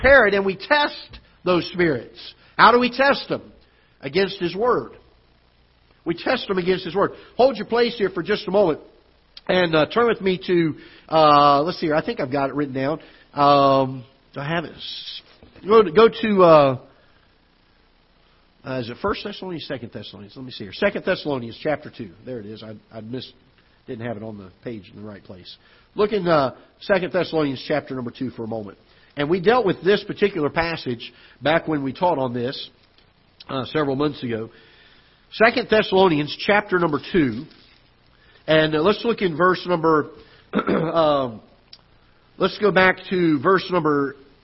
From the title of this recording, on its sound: Ketha Heights Baptist Church ~ Live Broadcast